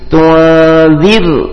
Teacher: Ro sukun sebelumnya kasroh, maka dibaca tipis. Tuwazir, tipis dengan senyuman.